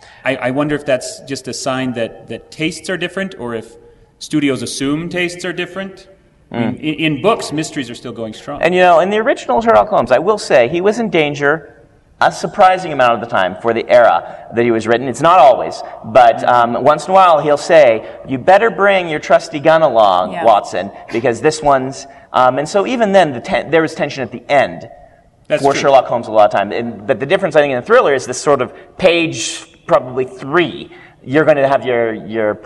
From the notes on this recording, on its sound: Live from Westercon 67 and Fantasy Con